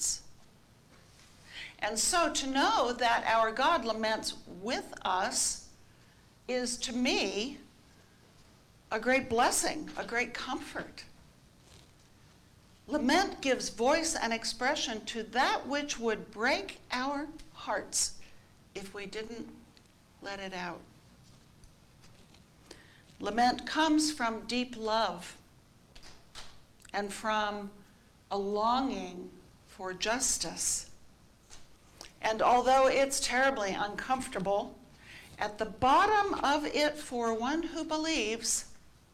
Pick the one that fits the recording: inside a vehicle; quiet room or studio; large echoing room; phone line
large echoing room